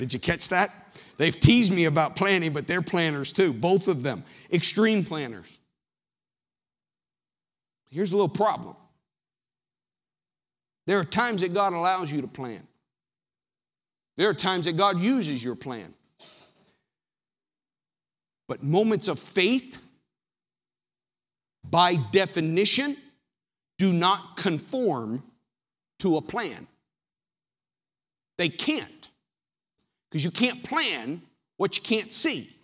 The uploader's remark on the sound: Sermon audio from the March 10th, 2019 worship service.